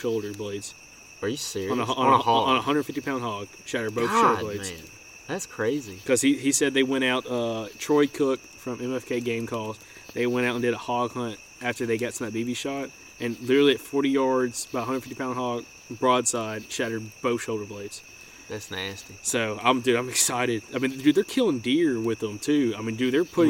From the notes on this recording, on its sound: you'll be able to hear frogs, crickets and various other sounds of the woods at night!